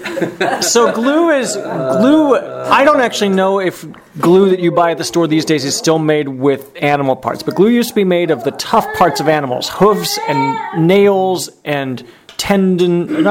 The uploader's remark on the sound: We recorded this week's ZED Show at the Passover table, and invited some friends to join us.